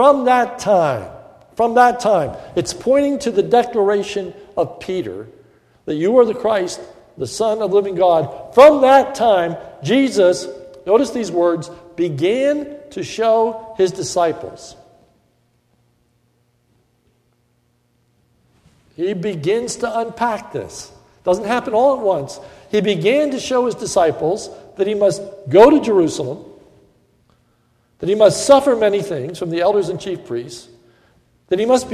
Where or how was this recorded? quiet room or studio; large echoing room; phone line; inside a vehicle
large echoing room